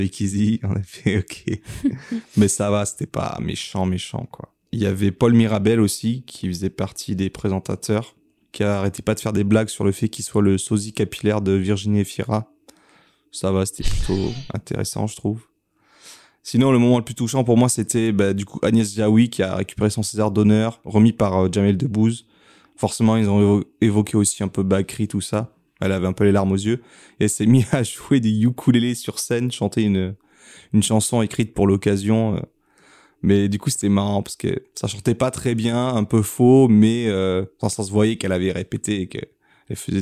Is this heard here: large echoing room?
no